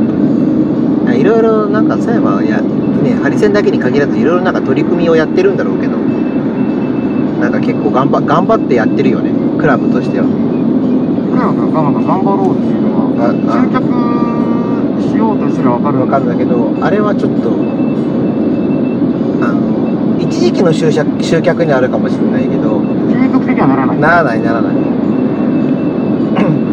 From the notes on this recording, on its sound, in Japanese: 2022-23シーズンのWEリーグ最終戦を見に行った帰りに車内で緊急収録(笑)。音声聞きづらい所はご容赦を！